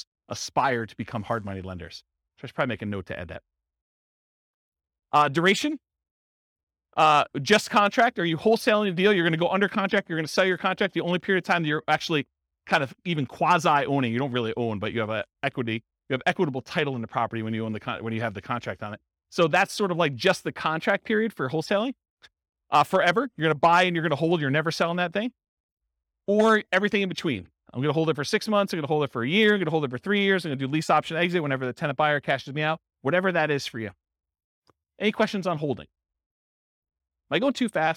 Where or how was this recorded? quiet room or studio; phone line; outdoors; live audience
live audience